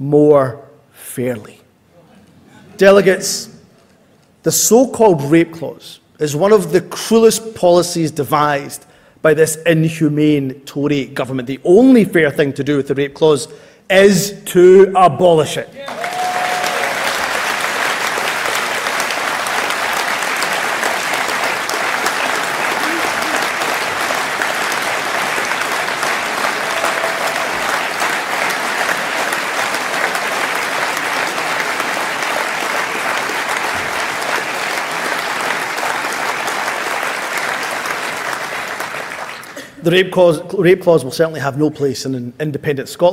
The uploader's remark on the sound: speech from SNP Conference Oct 2023